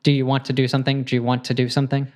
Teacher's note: when you have a D plus that U sound, then it becomes a J, like do you becomes Jew, Jewana.